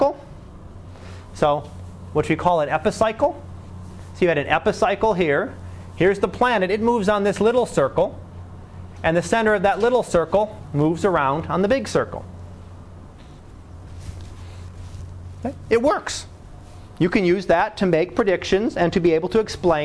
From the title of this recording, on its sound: Live Class Lecture